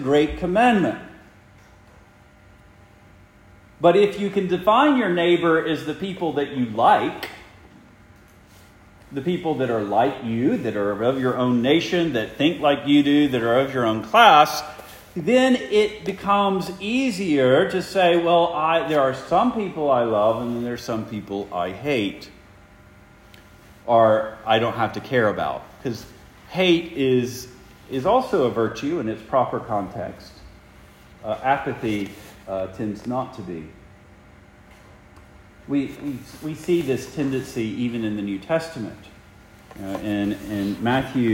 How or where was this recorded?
large echoing room